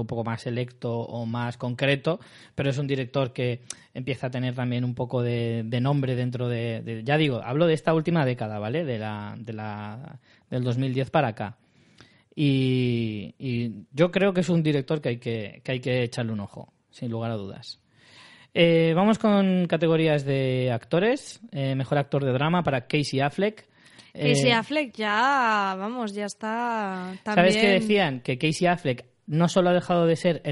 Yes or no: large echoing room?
no